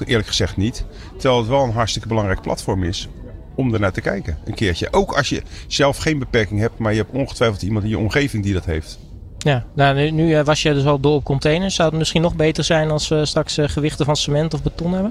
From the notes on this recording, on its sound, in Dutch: Op maandag en vrijdag live vanaf de European Para Championships in Rotterdam Ahoy.